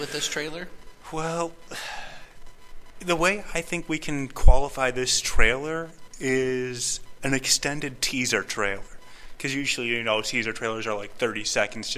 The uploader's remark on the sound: Taped at the historic Rialto Square Theatre in Joliet, IL.